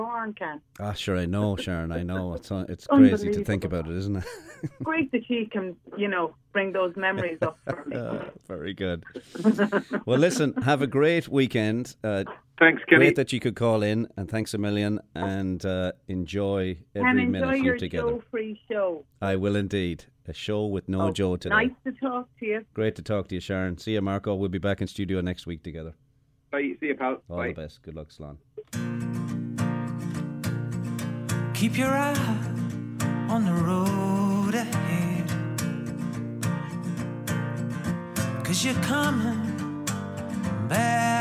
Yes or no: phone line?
yes